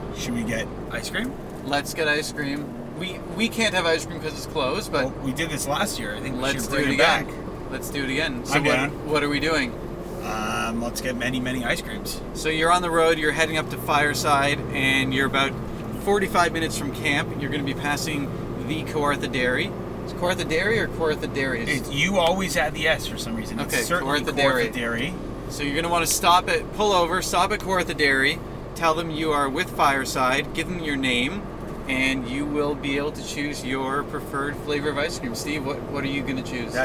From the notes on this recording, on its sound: Driving up to Fireside. On our drive from Toronto up to the Fireside location - Camp Walden, Palmer Rapids.